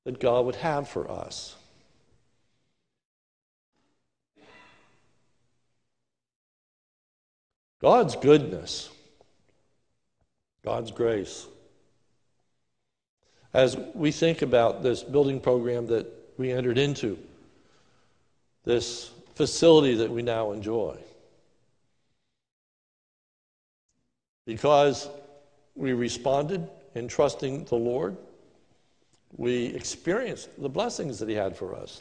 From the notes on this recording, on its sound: This is a sermon recorded at the Lebanon Bible Fellowship Church in Lebanon, PA on 10/25/2020 during the morning service. Is a stand alone sermon for our groundbreaking service.